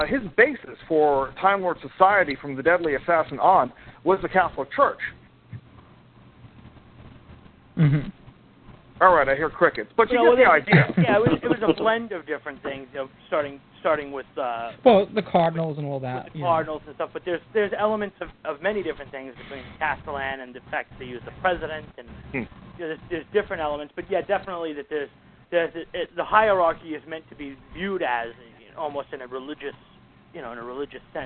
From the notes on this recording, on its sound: Live Roundtable Episode. With live listener feedback. Recorded live on the net via TalkShoe. Note: This is a "Rough, Ready, and Raw" version -- this podcast episode is going out as it was recorded, with no post production work...